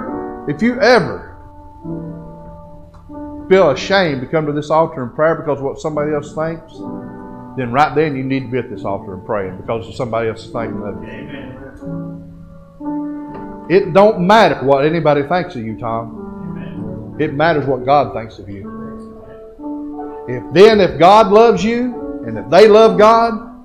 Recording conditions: large echoing room